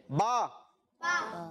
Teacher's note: با، دونوں ہونٹ مل رہے ہیں · Term: حرف شفوی